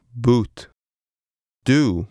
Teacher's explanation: The sound OU is similar to the vowel sound in the English word boot. In English, a slight W sound accompanies this vowel.